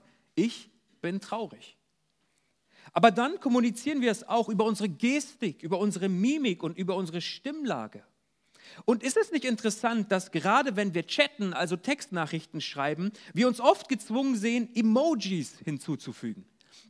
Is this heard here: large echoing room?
yes